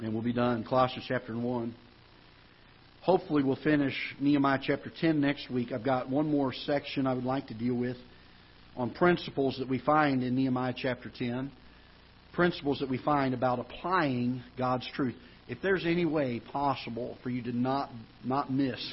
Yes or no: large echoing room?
yes